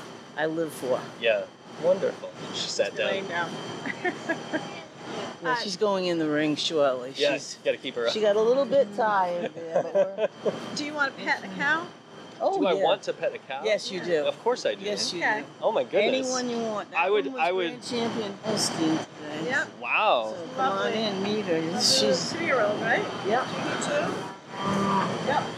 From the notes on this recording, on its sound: In this outtake from our episode recorded at the Washington County Fair.